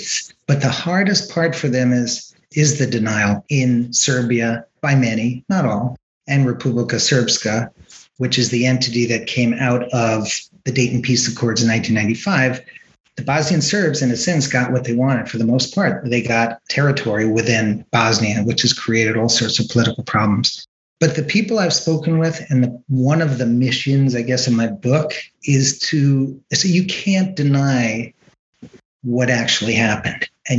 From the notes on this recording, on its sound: This episode was recorded on July 29th, 2021 via Zoom.